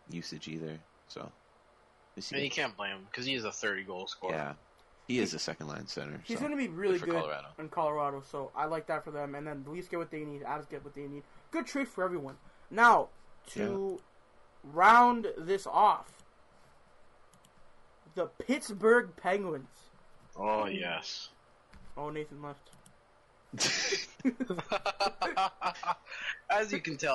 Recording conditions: poor sound quality